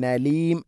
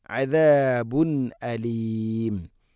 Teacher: നലീം അല്ല നൂനല്ല ഹംസയാണ് · Shown in: second take